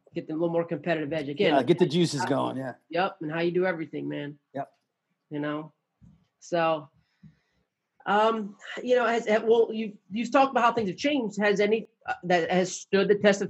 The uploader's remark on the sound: Sunday night Zoom call